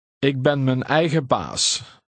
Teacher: The third word is unstressed.